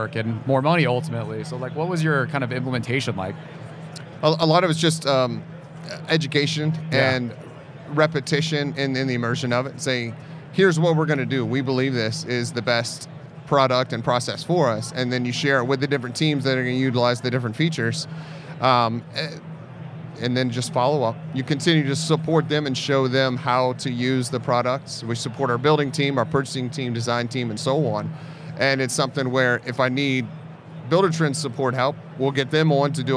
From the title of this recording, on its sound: Live at IBS